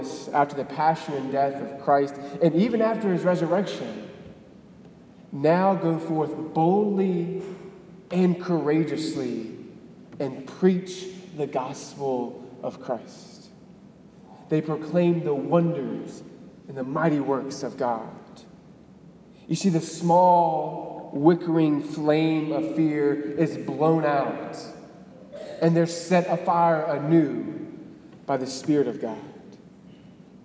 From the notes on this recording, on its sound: Delivered on May 20, 2018 at the Cathedral of the Nativity of the Blessed Virgin Mary in Biloxi, MS.